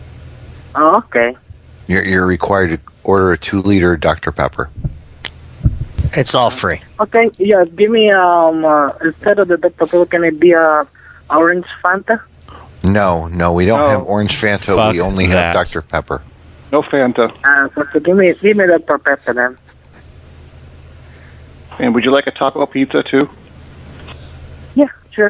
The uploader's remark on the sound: Prank Phone Calls